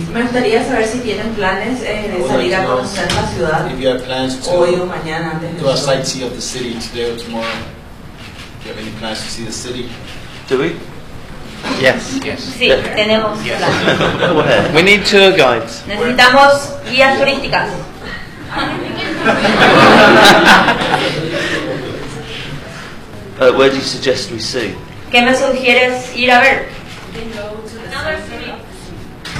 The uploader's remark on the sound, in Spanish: Conferencia de Prensa en Paraguay